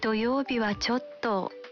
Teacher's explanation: растягивая окончание и ослабляя ударение, так что получается «чё-то», вы даете понять, что сожалеете о том, что вам приходится сказать.